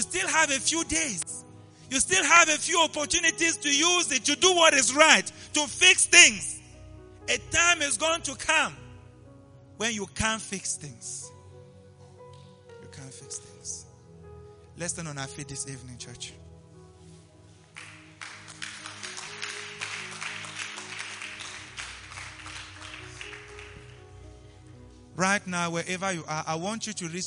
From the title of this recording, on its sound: LIVE AT ABC KHALANYONI